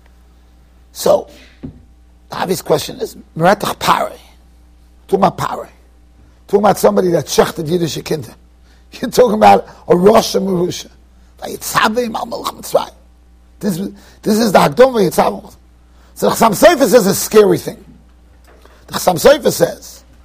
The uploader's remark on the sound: Shiur recorded in Yeshivas Ohr Reuven, Monsey NY.